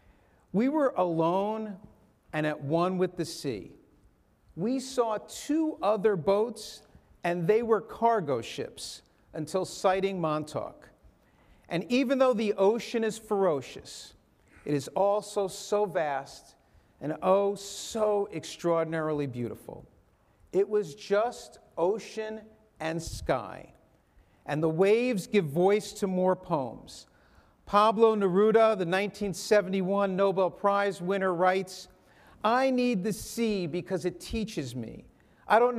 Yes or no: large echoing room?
yes